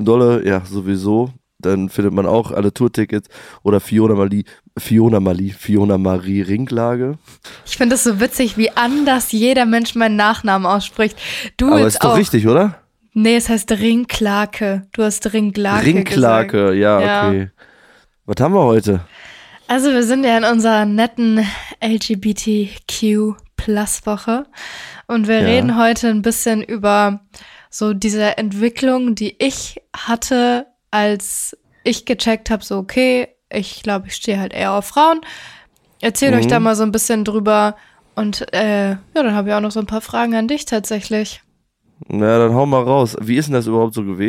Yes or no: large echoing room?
no